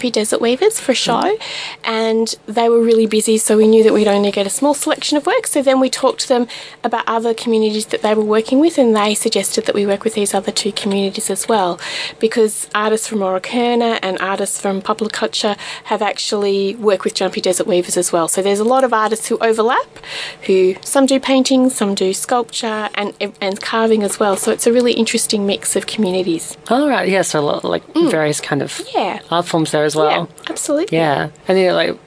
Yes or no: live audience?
no